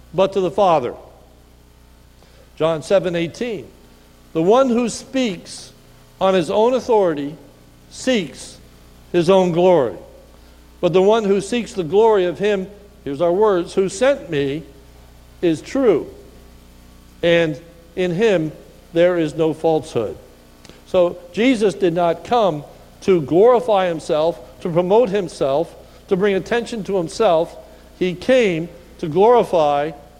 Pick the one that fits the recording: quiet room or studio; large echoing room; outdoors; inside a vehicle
large echoing room